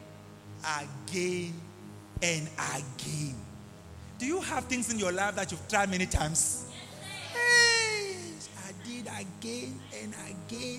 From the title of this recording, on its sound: LIVE AT ABC ROBEGA